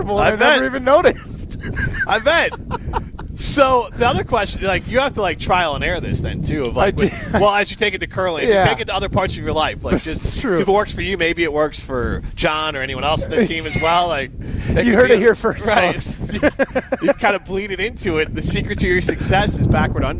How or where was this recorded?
outdoors